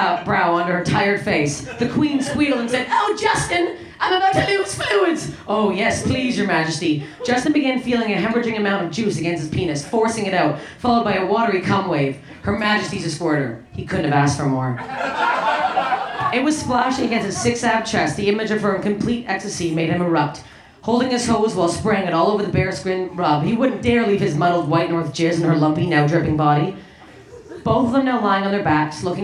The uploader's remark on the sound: Recorded March 20, 2016 at The Virgil in Los Angeles